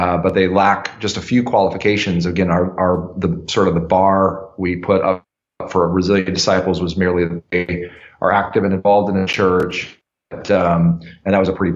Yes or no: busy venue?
no